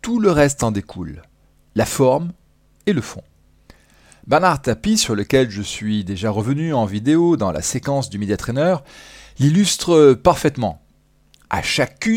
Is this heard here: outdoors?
no